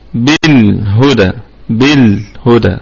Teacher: بالهدى طبعا الباء حرف جر بالهدى، وهذه الهمزة ساقطة في البدء والوصل، واللام ساكنة، ونراعي فيها صفة البينية، صفة التوسط، لأنها بين الشدة والرقاوة · الكلمة كلها مرققة، والدال قلقلة نسبية لأنها متحركة